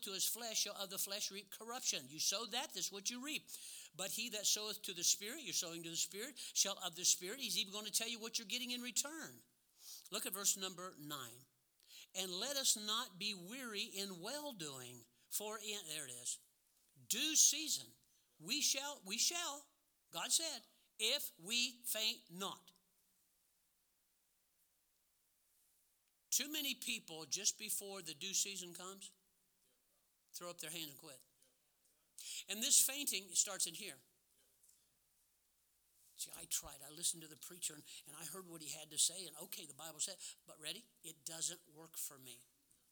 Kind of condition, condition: setting, large echoing room